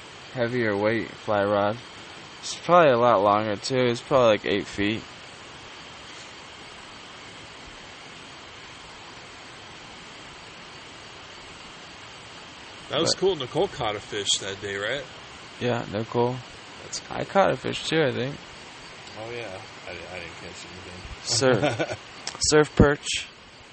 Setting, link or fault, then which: setting, outdoors